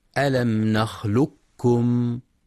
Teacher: وفي قوله تعالى ألم نخلقكم من ماء مهين، في كلمة نخلقكم جاء بعد القاف الساكنة كاف متحركة، تقرأ لحفص بالإدغام الكامل بذهاب صوت القاف تماما وتبقى الكاف مشددة